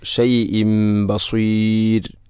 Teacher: ഷൈഇൻ എന്ന തൻവീനു ശേഷം ബ വന്നാൽ ഇഖ്ലാബ് എന്നതാണ്. തൻവീനിനെ മീമാക്കി മാറ്റുന്നു